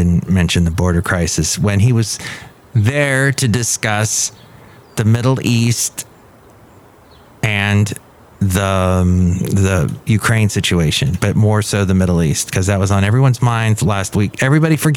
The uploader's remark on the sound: podcasts live from Café Anyway